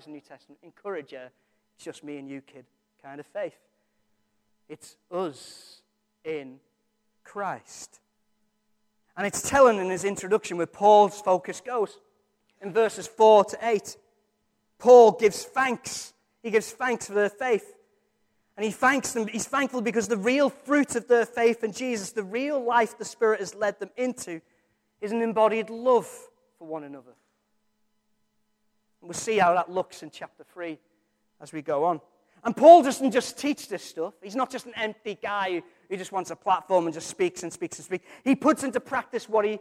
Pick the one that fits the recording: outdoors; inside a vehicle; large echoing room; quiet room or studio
large echoing room